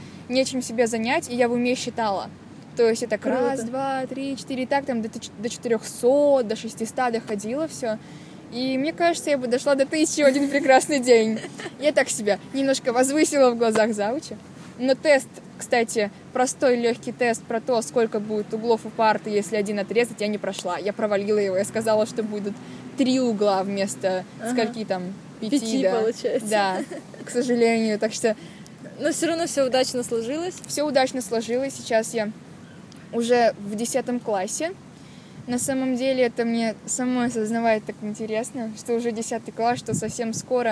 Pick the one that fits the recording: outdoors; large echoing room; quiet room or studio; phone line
outdoors